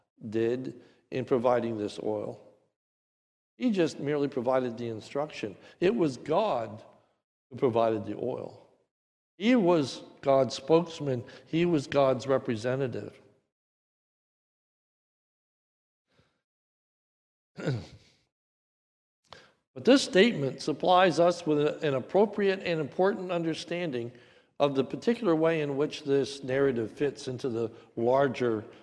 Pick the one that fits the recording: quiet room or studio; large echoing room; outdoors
large echoing room